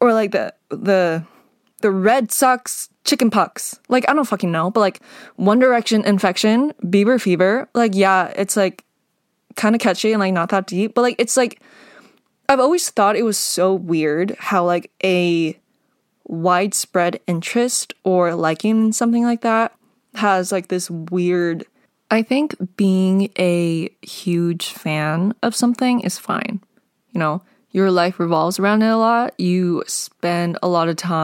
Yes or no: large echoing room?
no